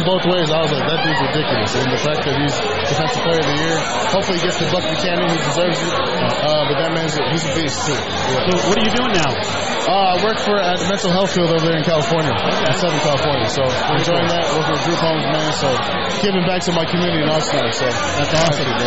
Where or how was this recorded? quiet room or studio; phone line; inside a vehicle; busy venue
busy venue